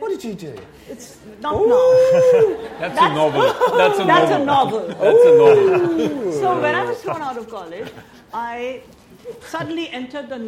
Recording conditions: live audience